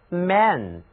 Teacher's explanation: 这里的字母 A 读作扁口型的梅花音 A